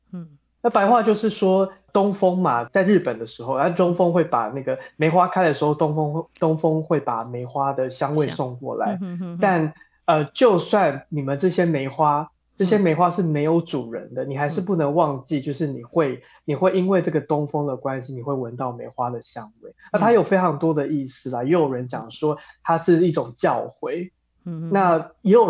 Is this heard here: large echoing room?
no